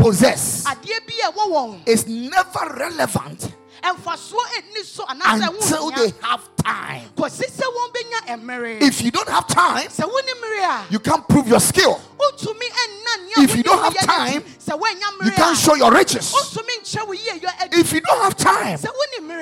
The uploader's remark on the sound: Preached at the Royal Service.